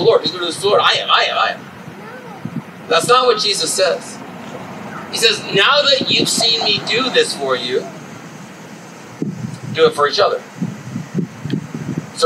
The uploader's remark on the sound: This was our first outdoor service. We apologize for the noise that is a part of this recording.